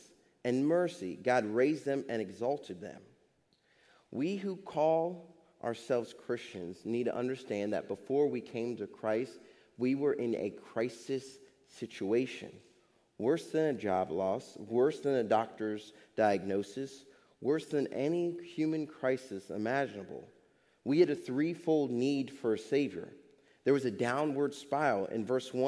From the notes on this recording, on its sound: Faith Baptist Church in Hamilton, NJ.